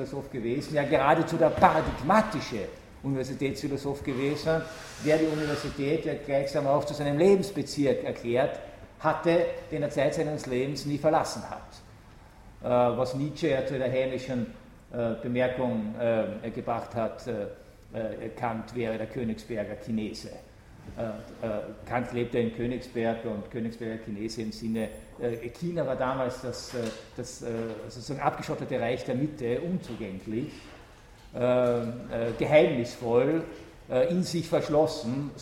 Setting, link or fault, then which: setting, large echoing room